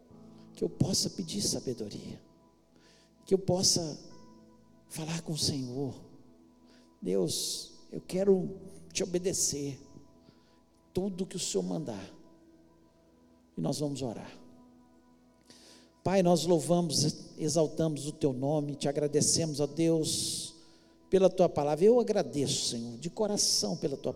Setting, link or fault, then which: setting, large echoing room